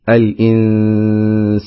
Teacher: نون ساكنة جاء بعدها حرف السين، وحرف السين من حروف الإخفاء الحقيقي